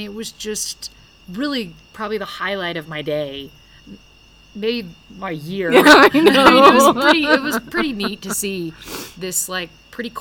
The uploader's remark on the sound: Arise Africa Mission Trip. This audio comes straight from the field, so you’re going to hear weird things in the background.